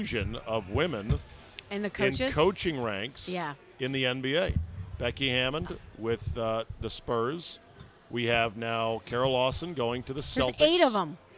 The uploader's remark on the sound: Recorded at DC Prime Steakhouse in Ashburn, VA.